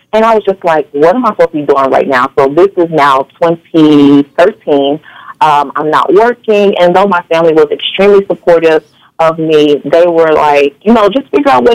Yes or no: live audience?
no